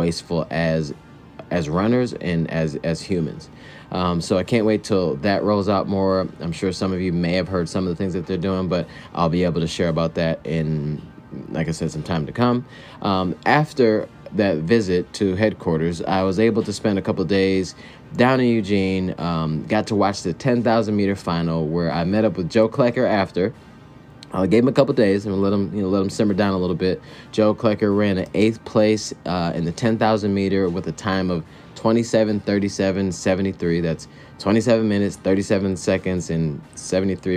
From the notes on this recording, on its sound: Live from Eugene OR at World Championships